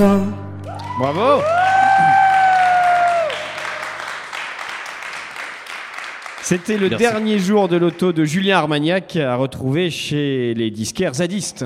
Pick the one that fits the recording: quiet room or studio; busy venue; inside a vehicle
busy venue